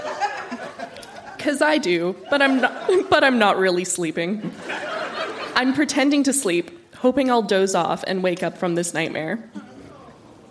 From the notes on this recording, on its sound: Recorded live at the Park Theatre in Winnipeg.